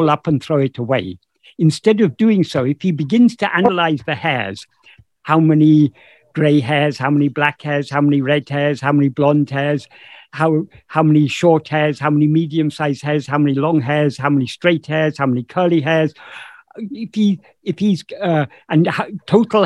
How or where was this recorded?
video call